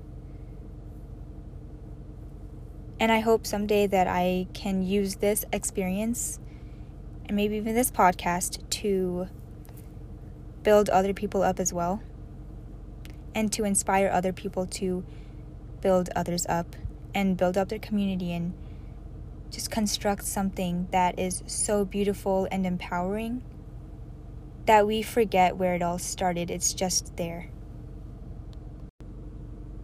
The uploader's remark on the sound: another one in my car